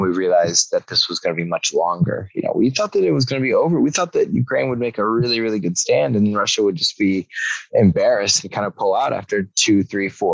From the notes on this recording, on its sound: stops by our zoom room